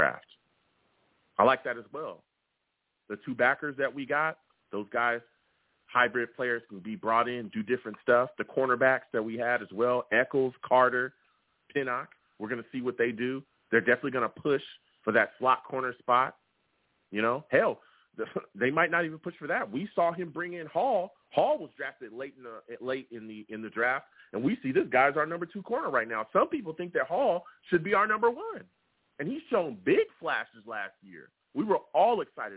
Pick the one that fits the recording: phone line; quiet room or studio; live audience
phone line